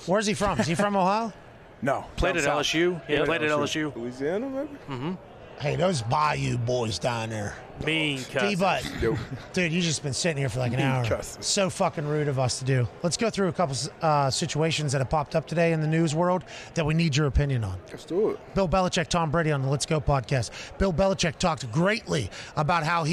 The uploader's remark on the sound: LIVE from radio row in BEAUTIFUL Phoenix, Arizona